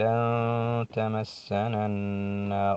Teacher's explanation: النار نون مشددة فيها غنى